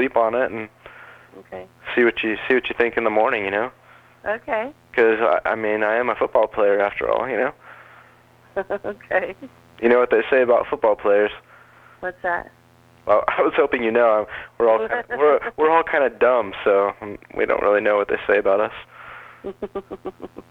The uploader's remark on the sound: Prank Phone Calls